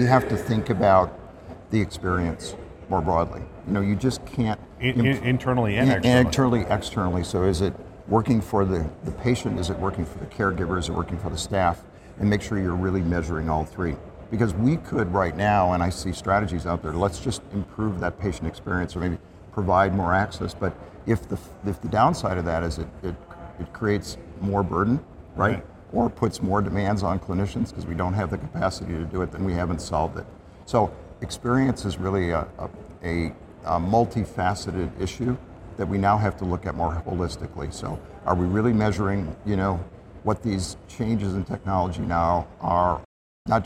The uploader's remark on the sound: it’s an Interview in Action live from CHIME’s Fall Forum